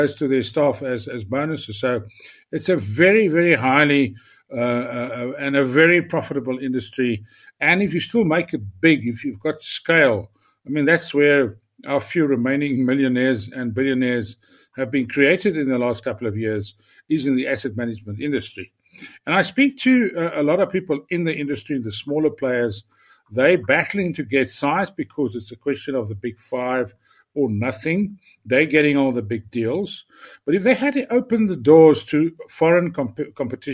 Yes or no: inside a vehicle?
no